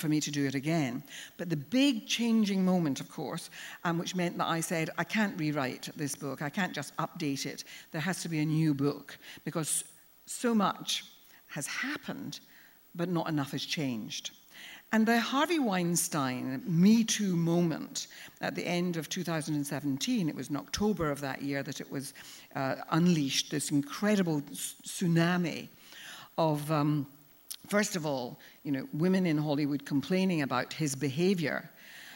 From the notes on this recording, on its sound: Recorded live at the Tabernacle in London's Notting Hill on 25th February 2019.